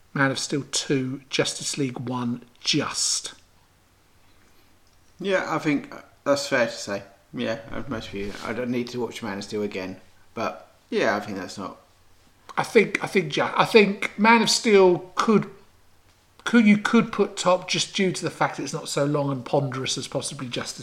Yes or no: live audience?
no